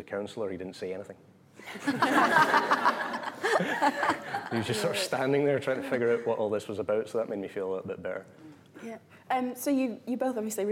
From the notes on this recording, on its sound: LIVE recording. Hosted by the West and South West London branch of Equity, and recorded live at the New Diorama, celebrating TUC Young Workers Month.